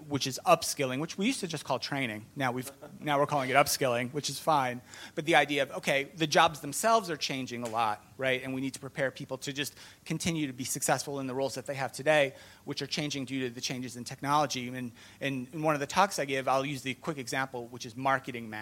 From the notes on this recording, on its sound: Recorded live at Ultimate Software Connections 2020 and in front of live audience of CHROs and Senior HR leaders.